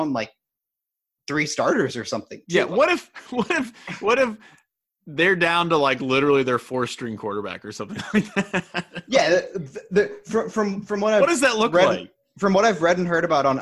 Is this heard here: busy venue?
no